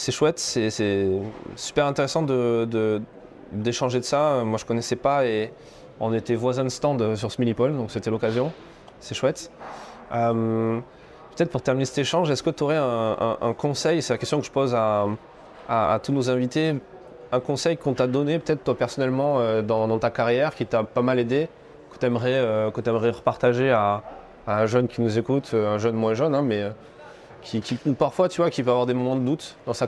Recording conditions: busy venue